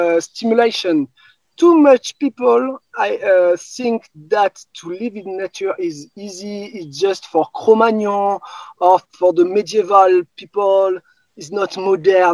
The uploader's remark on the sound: There are a few audio issues in this episode. Chatted with me from outside which was so lovely but also meant the sound quality isn’t as clear.